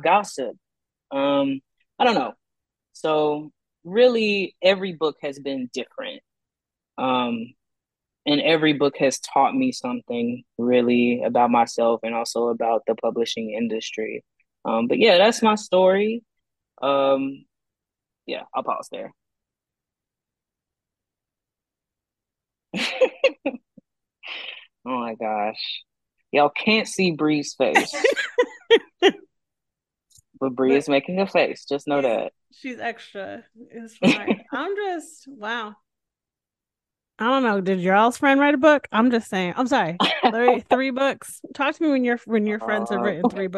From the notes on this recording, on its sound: This podcast was recorded via Zoom.